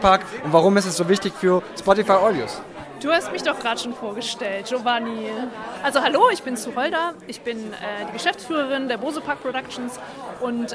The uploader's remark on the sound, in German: Hierfür habe ich kurze Live-Interviews vor Ort durchgeführt. Verschiedene Aufnahmen der Main Stage.